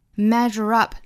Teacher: 美音是不加音的直接用它尾部的这个 r 的发音和后面连读